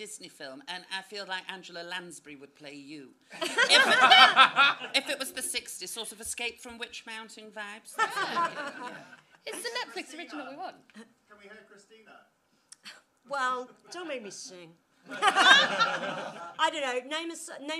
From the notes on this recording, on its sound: Live At Above The Stag. A chaotic live extravaganza direct from the big, camp Above The Stag cabaret room.